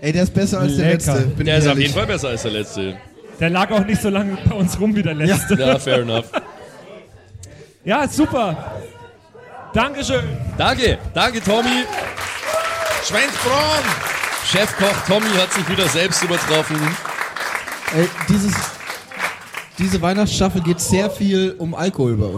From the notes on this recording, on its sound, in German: Diesmal aber erstmals LIVE vor Publikum bei unserer Aufnahme in Nürnberg.